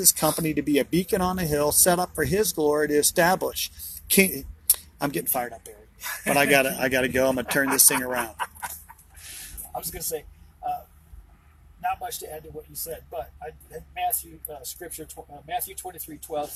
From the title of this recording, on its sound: BROWN BAG IN THE VAN!